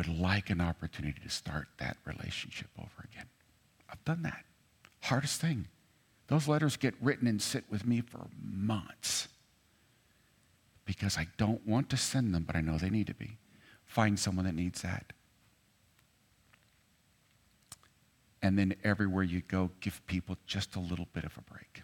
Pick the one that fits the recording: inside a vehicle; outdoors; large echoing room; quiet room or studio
large echoing room